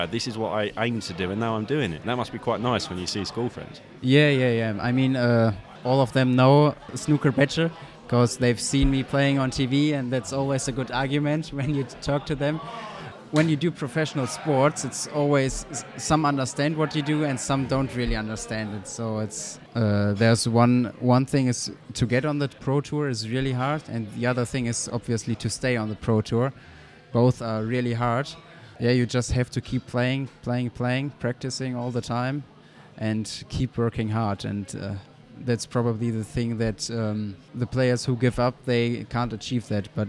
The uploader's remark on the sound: Recorded at the Snooker Shoot Out in Watford.